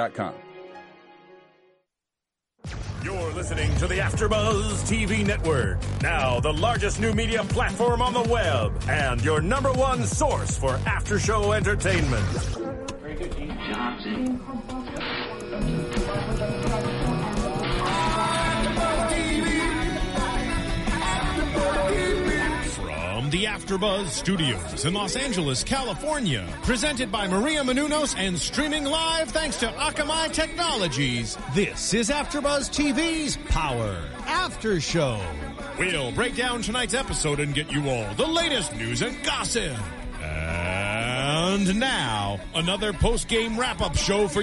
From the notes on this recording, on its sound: joining the hosts by Phonecall are special guest